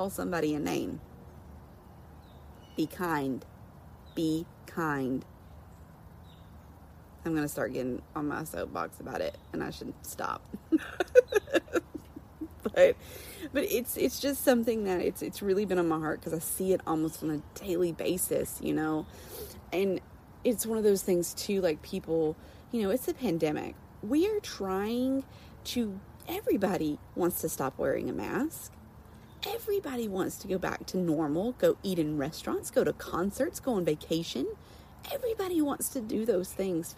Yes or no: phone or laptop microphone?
yes